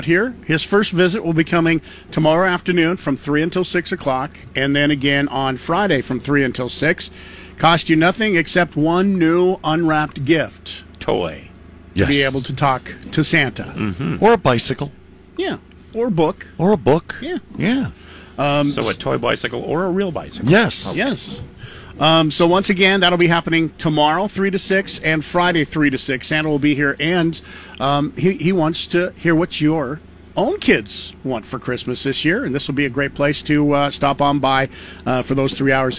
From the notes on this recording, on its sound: LIVE from the TOY DRIVE.